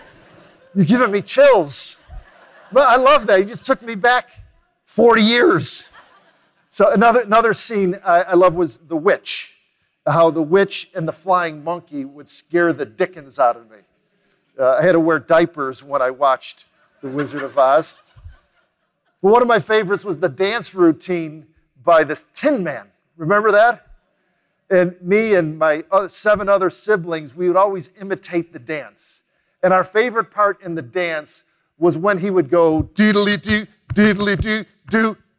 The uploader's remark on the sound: recorded live at The Peak Experience